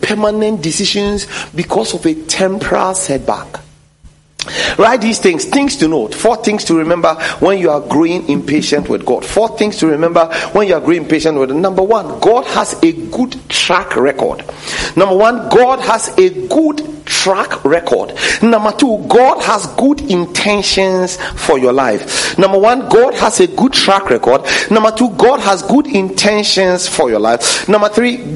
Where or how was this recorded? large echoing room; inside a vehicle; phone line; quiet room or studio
large echoing room